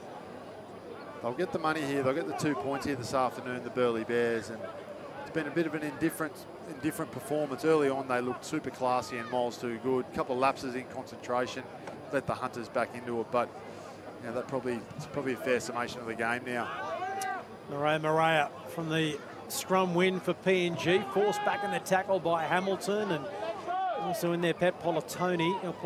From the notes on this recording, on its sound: Live call from UAA Park, Gold Coast.